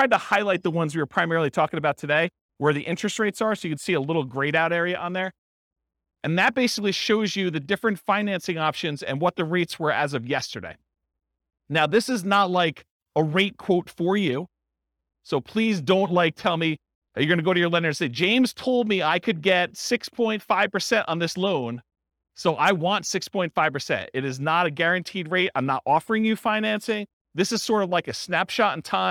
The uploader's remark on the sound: This was a live class recorded